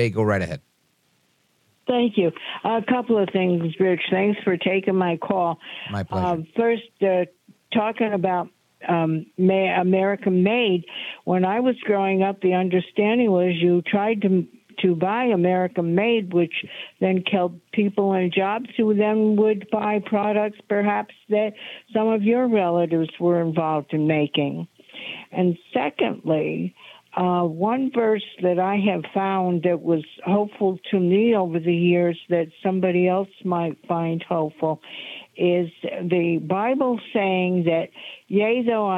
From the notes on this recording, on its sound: We take your calls in open phones across America.